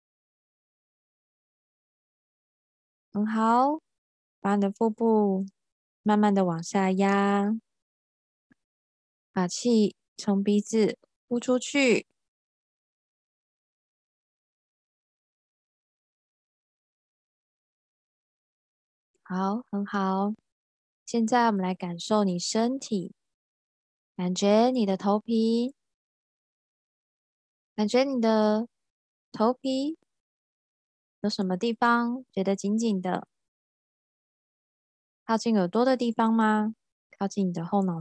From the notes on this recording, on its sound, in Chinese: 聊聊好心芹ZOOM線上公益講座。